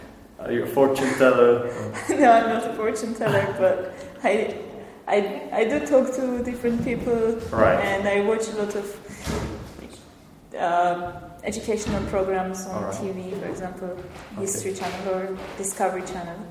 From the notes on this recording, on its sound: This is the second part of the episode recorded in the classroom with the students of mine.